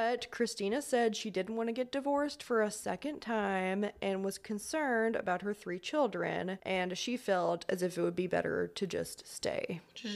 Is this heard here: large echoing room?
no